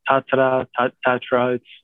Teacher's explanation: in Polish, there's a tendency to roll the R, but the pronunciation is the same.